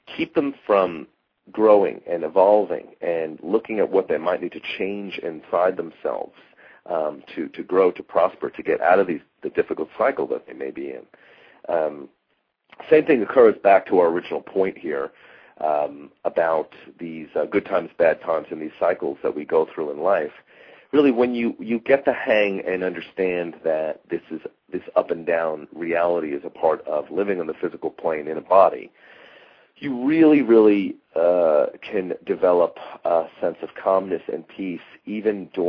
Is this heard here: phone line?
yes